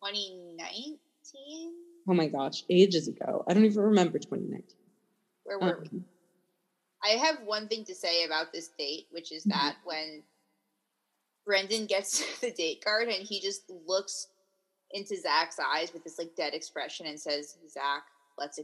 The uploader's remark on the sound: We apologize for the spotty audio here. Neither of us have microphones.